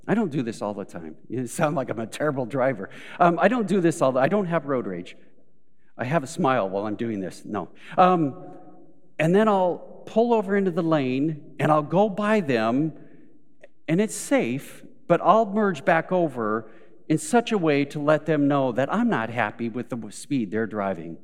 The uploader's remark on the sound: Recorded live at Beatitudes Church in Phoenix, AZ